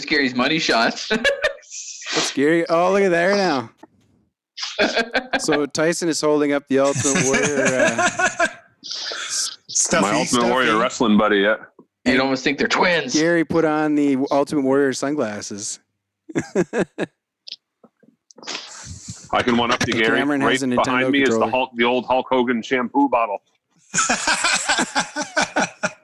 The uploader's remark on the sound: The guys call in to each other from home.